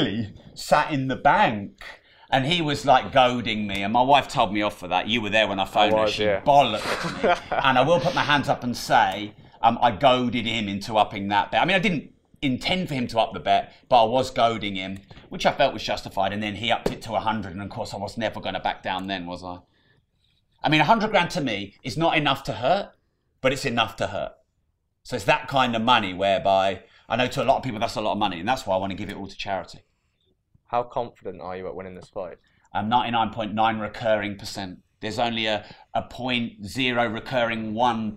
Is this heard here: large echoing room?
no